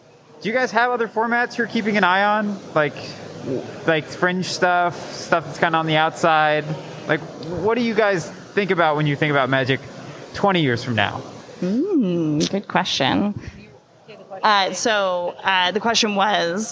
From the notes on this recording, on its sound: CommandFest Bellevue 2022 - Casual Play Design Panel. Hosted By Pastimes Events. Answer a host of separate questions from audience members.